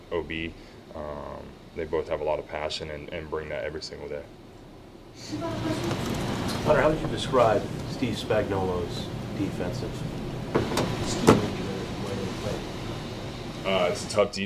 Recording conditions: busy venue